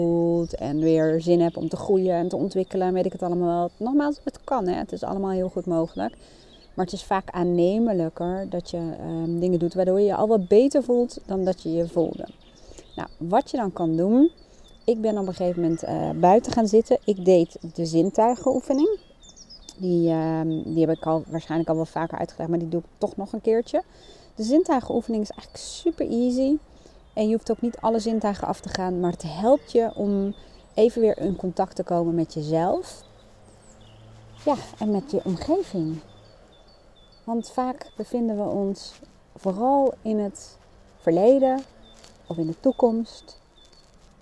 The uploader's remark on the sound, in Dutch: Niet door mij maar door de achtergrondgeluiden!